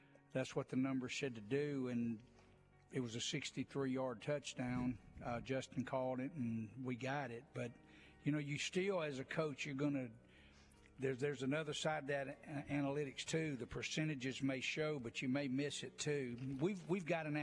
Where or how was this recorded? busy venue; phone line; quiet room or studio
busy venue